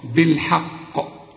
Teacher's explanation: لكن قل لي بالحاء الأول، بالحاء زي ما أقولك إزاي الحال، واخد بالك، فقل لي بالحاء وبعدين فخم لي القاف